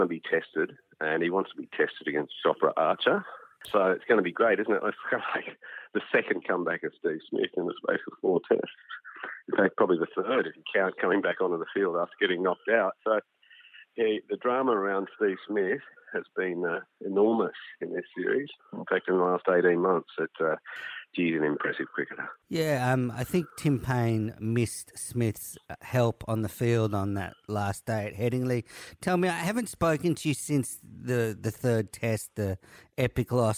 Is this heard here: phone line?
yes